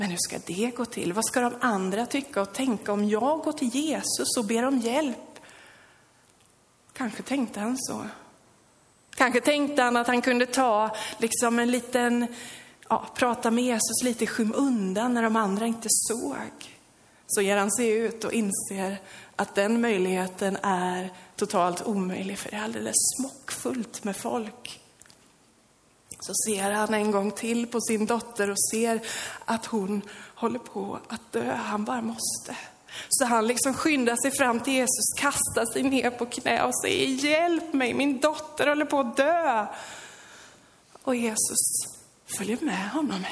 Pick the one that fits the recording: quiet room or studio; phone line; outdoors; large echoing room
large echoing room